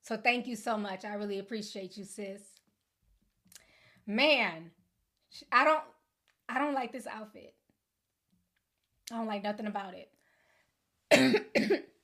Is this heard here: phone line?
no